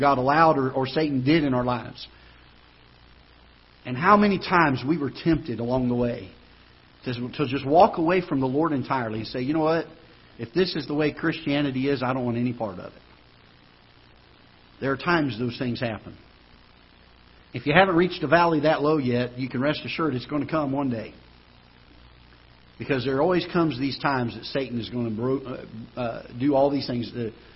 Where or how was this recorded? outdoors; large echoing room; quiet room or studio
large echoing room